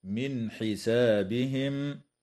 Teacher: تظهر النون الساكنة عند الحاء